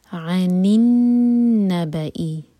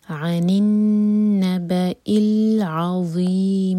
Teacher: عن میں جو نون ساکن ہے اس پر کسرہ لگا کر اگلا جو نون ساکن ہے اس کے ساتھ کنیکٹ کیا جا رہا ہے. النبئی میں نون شدہ میں جو نون ساکن ہے اس کے ساتھ عن کا نون جو ہے نون ساکن اس کو کنیکٹ کیا جا رہا ہے کسرہ لگا کر. · Term: التقاء الساکنین